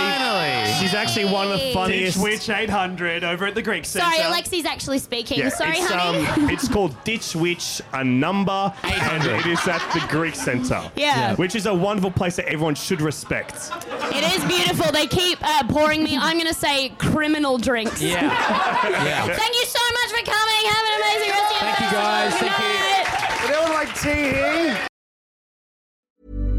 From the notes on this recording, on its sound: MELBOURNE LIVE POD. We did a live pod.